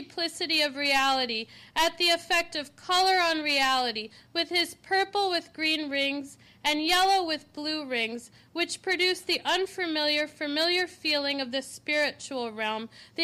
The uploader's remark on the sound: This lecture was given September 20, 2013, at New York University.